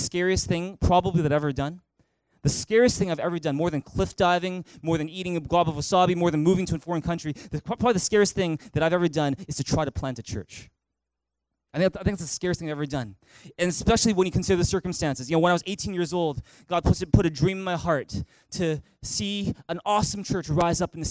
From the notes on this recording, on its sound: Recorded on June 17, 2018 at THRIVE Church Vancouver, Canada